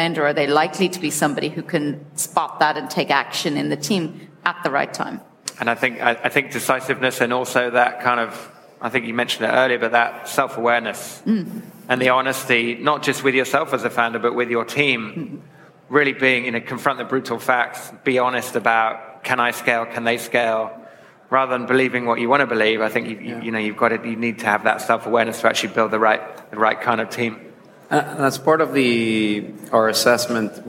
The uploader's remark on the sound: We take you back to the SaaStock18 stage for a panel discussion on what growth investors look for.